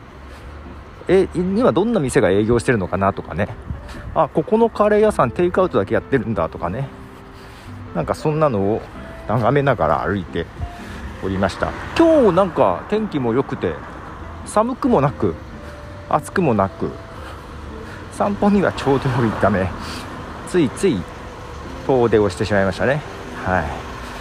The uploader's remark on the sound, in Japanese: 散歩をしながら街をリサーチ。近所を歩きながら、どんな店が営業をしてるのかなんかを眺めています。